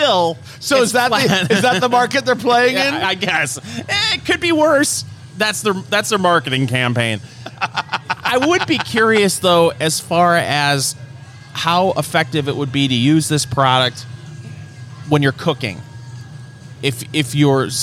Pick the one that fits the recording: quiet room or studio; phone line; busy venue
busy venue